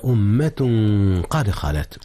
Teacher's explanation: أخفي التنوين في أمة قبل القاف، والقاف من أحرف الإخفاء